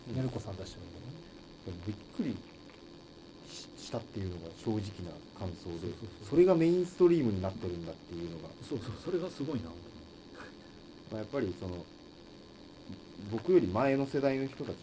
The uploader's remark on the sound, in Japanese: 相変わらず音質が悪く申し訳ないです。次の収録から録音環境を調整します。